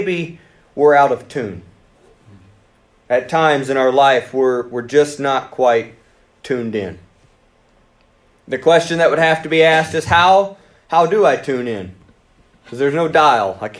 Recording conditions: large echoing room